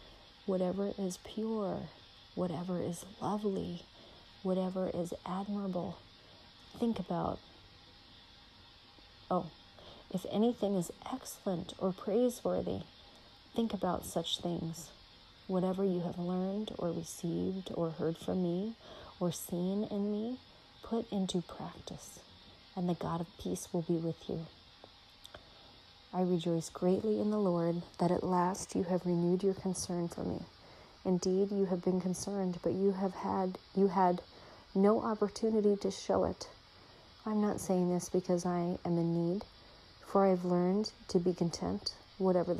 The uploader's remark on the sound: Reading Philippians 4 softly, white noise in the background.